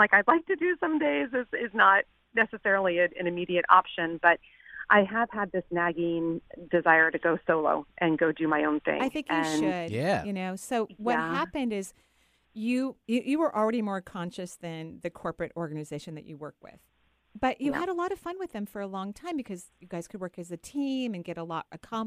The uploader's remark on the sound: Today is a call-in show.